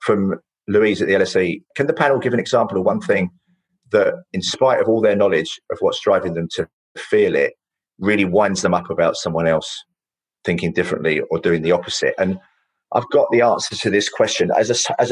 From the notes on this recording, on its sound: In this bonus episode, recorded in front of a live virtual audience.